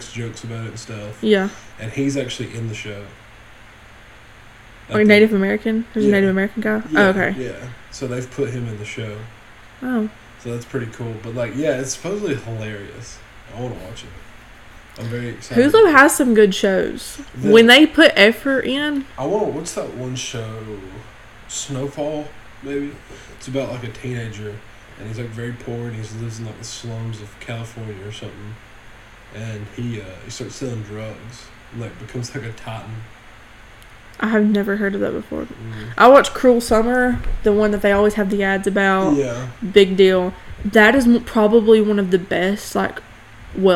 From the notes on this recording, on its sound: I know we've had issues with the audio in the past, and even after trying to resolve them, they continue.